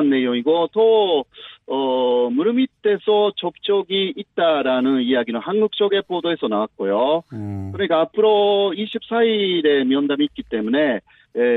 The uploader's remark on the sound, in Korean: 전화연결